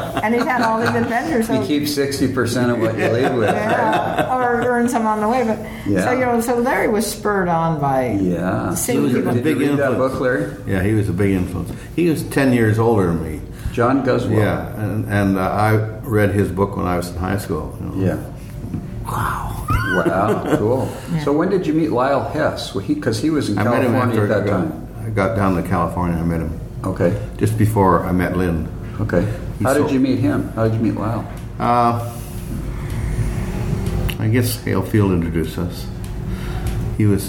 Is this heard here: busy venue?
yes